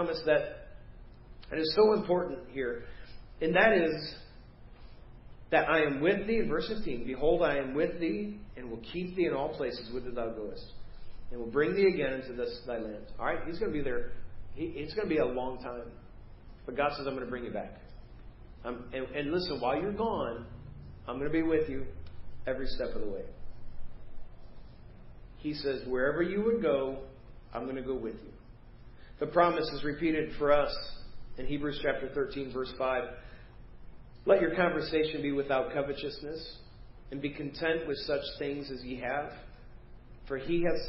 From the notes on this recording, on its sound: Preached at First Baptist Church of Hazel Park